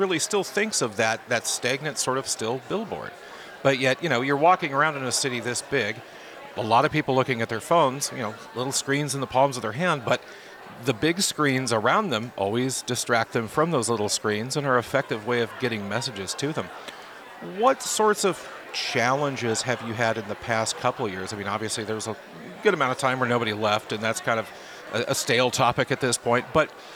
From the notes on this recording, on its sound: Recorded live at Advertising Week New York 2023.